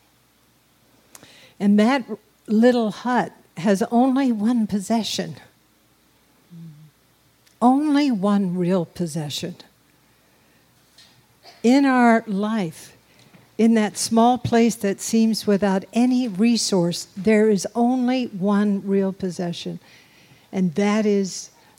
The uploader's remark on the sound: take questions from a live audience